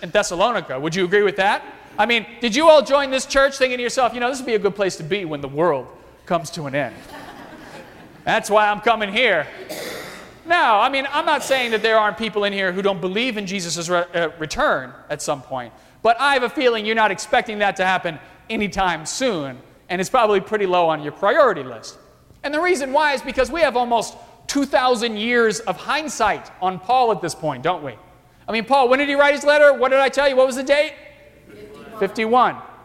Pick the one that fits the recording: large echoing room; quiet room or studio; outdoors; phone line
large echoing room